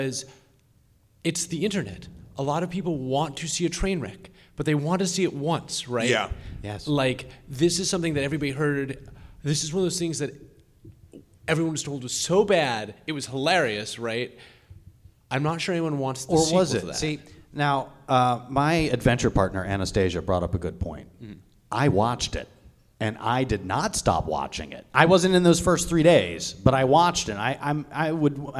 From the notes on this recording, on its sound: MAGFest Live Show 2018. With the help of our live audience.